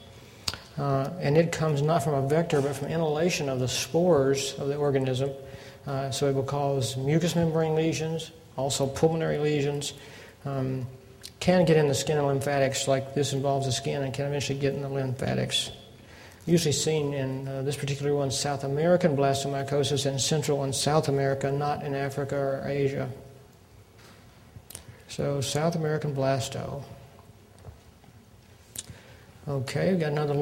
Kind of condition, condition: setting, large echoing room